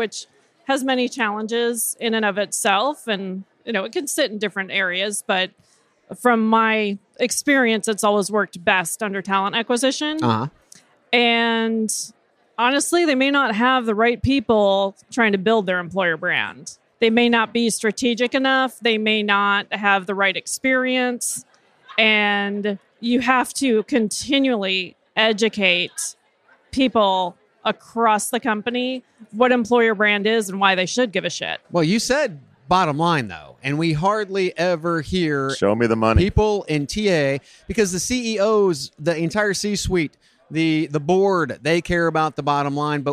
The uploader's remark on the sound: Live from TA Week at the Qualifi booth